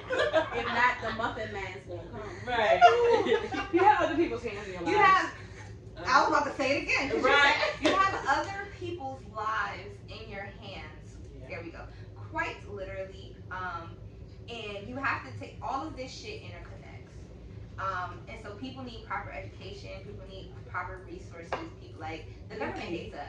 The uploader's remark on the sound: Y'all we still figuring out this mic sh*t! I thought I had it figured out but then there was an annoying buzzing sound.